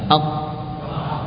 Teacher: Pangkal lidah menempel pada langit-langit. · Term: huruf qaf